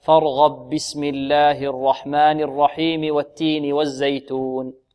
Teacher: في الباء من البسملة، لأن الإمام قالون يبسمل بين السورتين، يبسمل بين السورتين، فأدغمت الباء من كلمة فارغب في الباء من البسملة